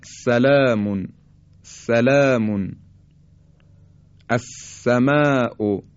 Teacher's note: حرف سین بدون ارتعاش تارهای صوتی به صورت خیلی ساده تولید میشه، مثل سلامون سلامون، السماء، که فارسی هم دقیقا به همین شکل تلفظ میکنیم.